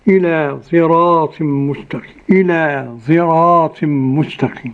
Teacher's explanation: صراط، صراط، وقرأ خلف عن حمزة بالإشمام، خلط صوت الصاد بصوت الزاي، فيمتزجان فيتولد منهما حرف ليس بصاد ولا زاي